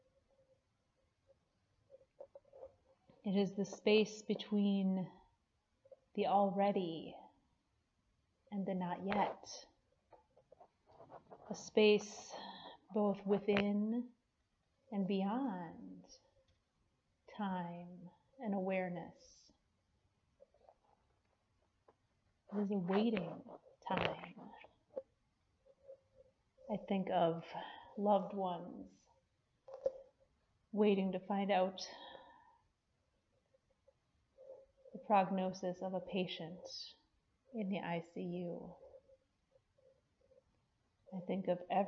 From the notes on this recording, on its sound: Preached at Peace Lutheran Church, Edgemont, AR.